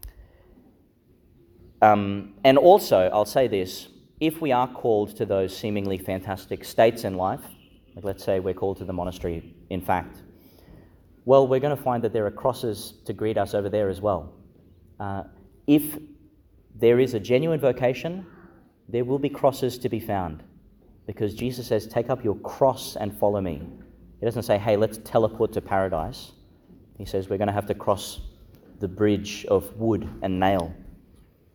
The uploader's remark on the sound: Homily for the Nineteenth Sunday in Ordinary Time, delivered in Our Lady Star of the Sea Church, Gladstone.